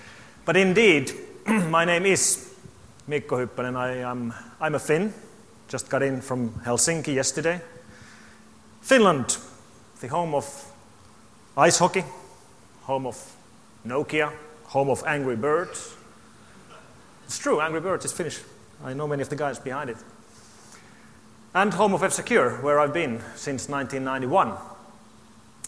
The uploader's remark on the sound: opening keynote to the AusCERT 2012 conference